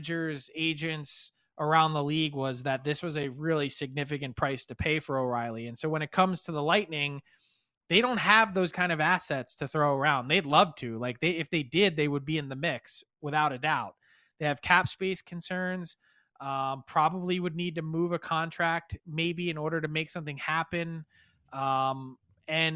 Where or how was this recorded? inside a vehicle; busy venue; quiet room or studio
quiet room or studio